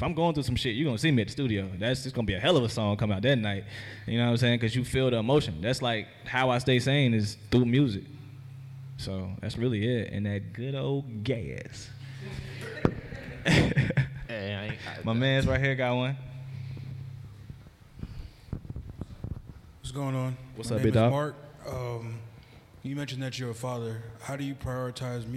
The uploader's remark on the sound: Live at BeSocial in front of an audience.